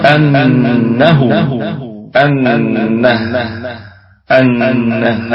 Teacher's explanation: الدرجة الخامسة. أنه، أنه الهمزة همزة أصلية محققة في البدء والوسط، والنون في أعلى درجات الغنة